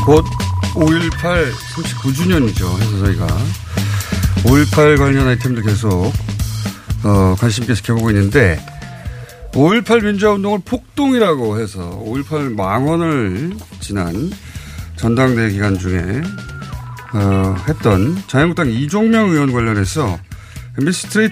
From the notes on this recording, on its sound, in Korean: 전화연결